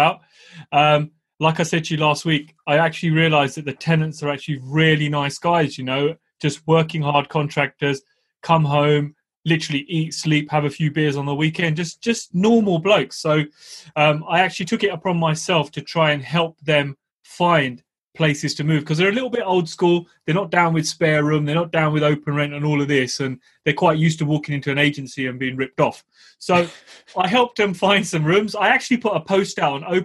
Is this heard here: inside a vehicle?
no